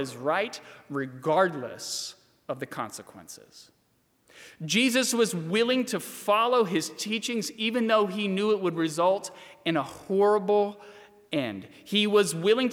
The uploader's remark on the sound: during the 7:00 PM service on Good Friday April 10, 2020, at First Presbyterian Church of Arlington Heights, Illinois